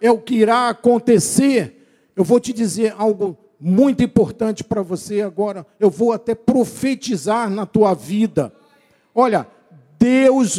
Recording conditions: large echoing room